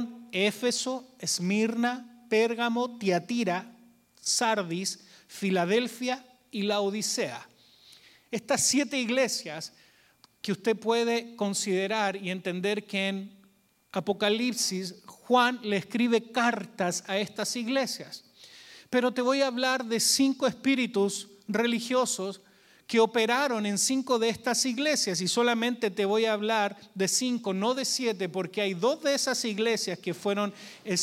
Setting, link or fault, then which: setting, large echoing room